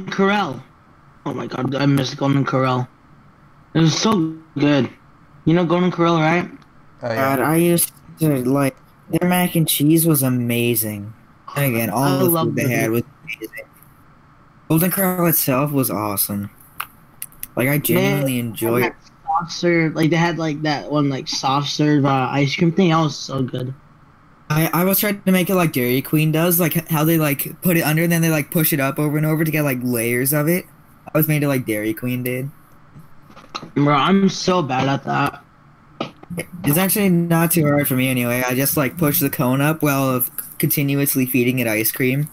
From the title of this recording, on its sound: Earrape Warning